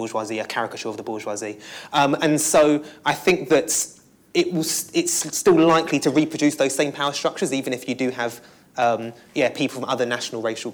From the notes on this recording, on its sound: Recorded at Foyles, Charing Cross Rd, 23rd March 2016 at the second in the Our London event series in collaboration with Compass and co-hosted by Novara Media.